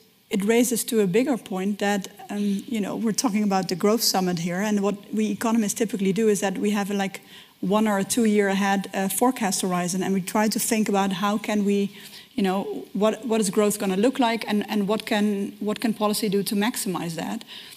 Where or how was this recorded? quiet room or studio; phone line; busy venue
busy venue